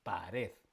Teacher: Pared lleva el acento en la última, pero tiene acento. · Term: palabra aguda